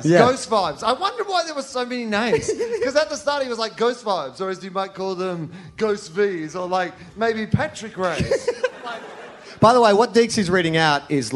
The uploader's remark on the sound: from the 2017 Sydney Just For Laughs Festival